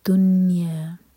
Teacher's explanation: نون پر اظہار کریں گے تو نہ تو نون پر قلقلہ ہونا چاہیے اور نہ ہی کسرہ کی آواز آنی چاہیے. جیسے اردو میں بولتے ہیں دنیا، دنیا نہیں، عربی میں یہ ہے دنیا.